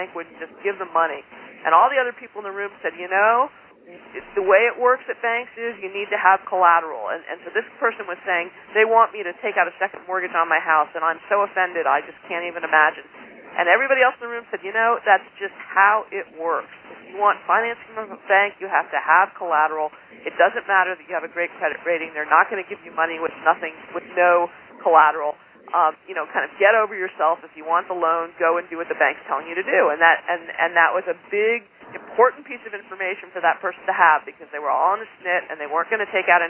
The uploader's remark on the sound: Call recorded on September 22, 2011.